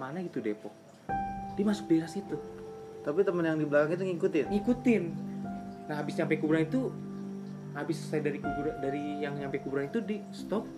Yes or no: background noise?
yes